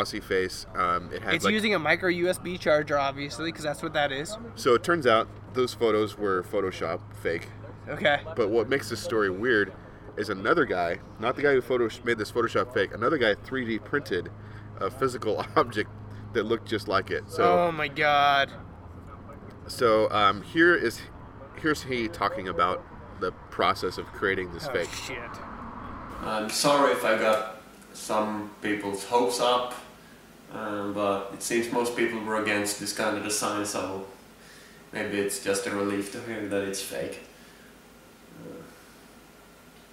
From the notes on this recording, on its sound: This week we come live to you from Amnesia Brewing